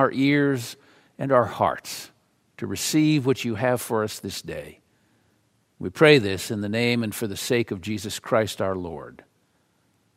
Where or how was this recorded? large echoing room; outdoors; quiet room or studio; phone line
large echoing room